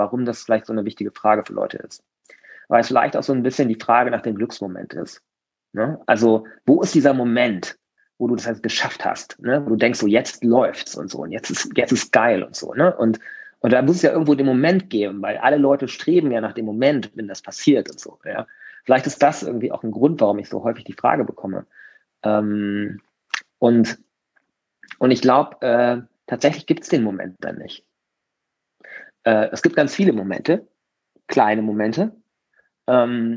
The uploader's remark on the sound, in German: im Gespräch auf Clubhouse